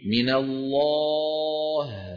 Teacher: عند الهاء عودوا بأفواهكم إلى وضعها الطبيعي، ولا تنطقوا الهاء وفمكم مفتوح فتخرج الهاء مفخمة.